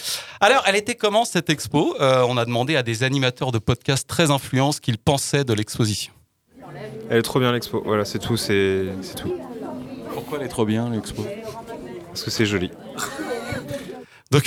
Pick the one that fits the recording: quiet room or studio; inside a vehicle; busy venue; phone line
busy venue